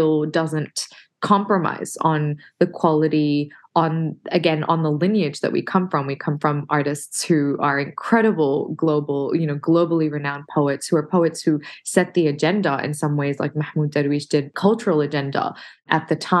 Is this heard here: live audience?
no